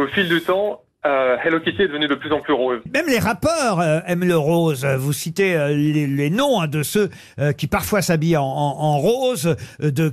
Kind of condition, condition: link, phone line